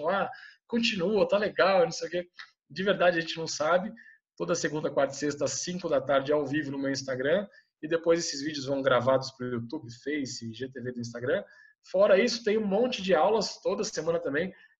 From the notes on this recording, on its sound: via ZOOM